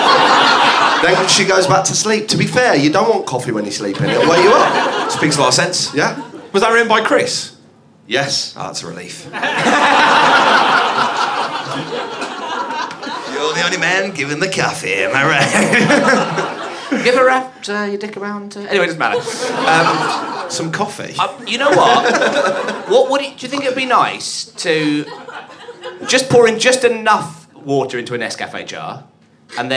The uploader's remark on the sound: the best bits from the live gig introductions